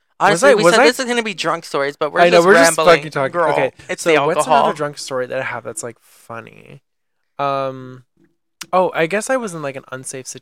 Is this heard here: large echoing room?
no